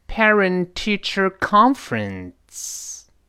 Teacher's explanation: 这里面这个 conference 一般来说读得比较重一些